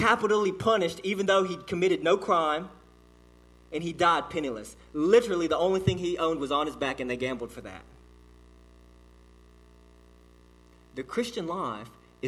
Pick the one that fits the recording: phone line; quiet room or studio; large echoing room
large echoing room